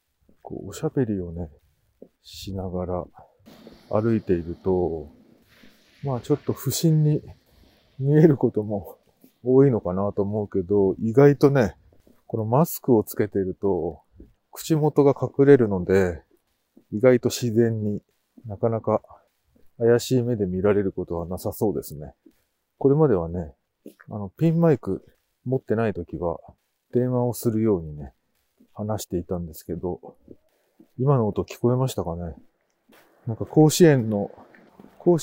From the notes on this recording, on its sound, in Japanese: 冬のお散歩収録。ある日、晴れた日のお散歩収録です。